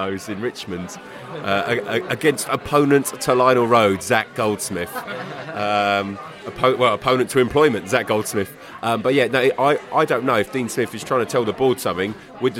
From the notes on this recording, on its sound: Burton Albion Pre-Match Podcast From the Pub.